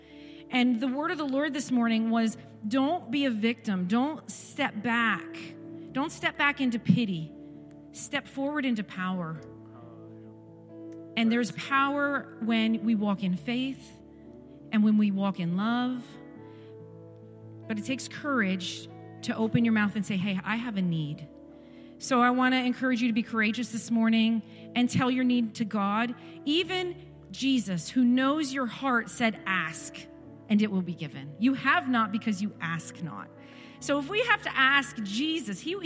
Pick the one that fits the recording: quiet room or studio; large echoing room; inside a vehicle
large echoing room